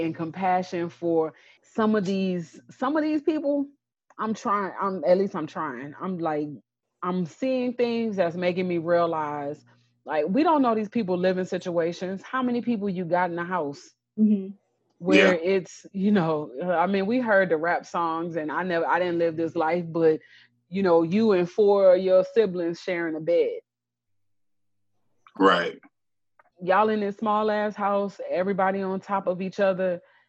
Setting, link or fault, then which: link, video call